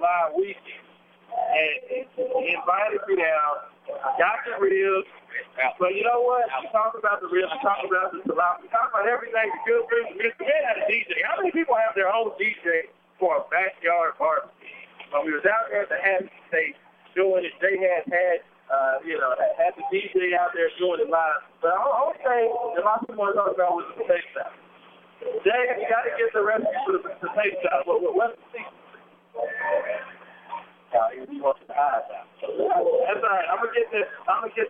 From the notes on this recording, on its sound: Live from Shawnee Park! Home of the 2015 Dirt Bowl!